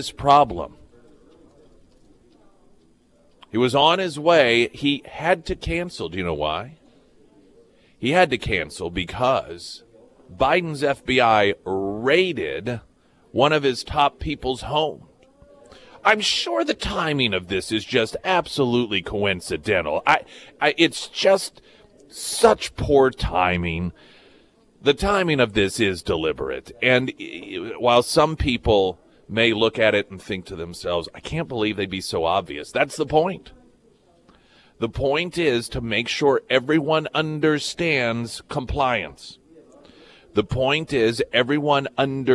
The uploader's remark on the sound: live at Scramblers Diner for the Friday Road Show